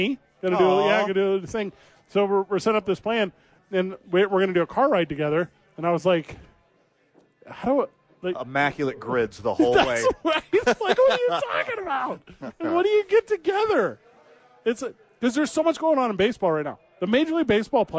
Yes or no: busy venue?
yes